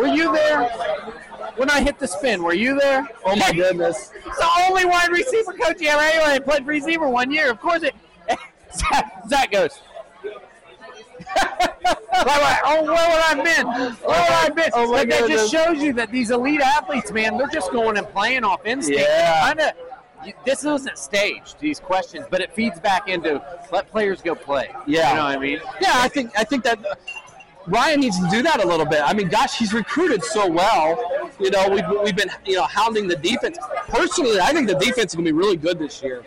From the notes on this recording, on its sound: We finish the show with a video (and audio) montage of the Cleveland area Buckeye fan meet up